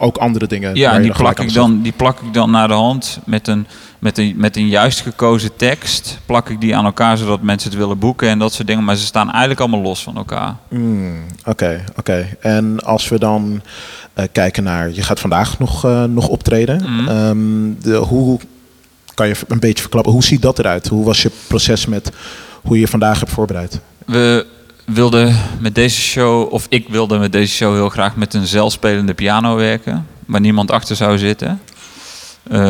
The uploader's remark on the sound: during the Echobox live radio broadcast at Dekmantel Festival 2022